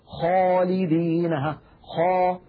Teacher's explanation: تلاحظون بأن صوت الخاء ملأ فمي · Term: التفخيم